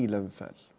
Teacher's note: فنقلنا هذه الفتحة إلى اللام ثم أسقطنا الهمزة، هذا ما يسمى بعملية النقل، وهي التي يفعلها ورش رحمه الله، ولا يفعلها غيره من القراء إلا حمزة عند الوقف.